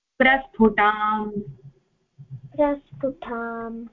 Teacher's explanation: अत्र ट अल्पप्राण अस्ति महाप्राण इदं फकार टकारे नास्ति